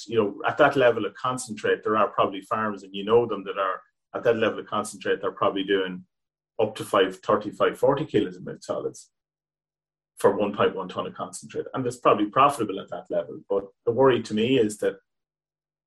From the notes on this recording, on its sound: Teagasc is running a weekly Let's Talk Dairy webinar series which is also being made available as a bonus podcast episode. In this webinar.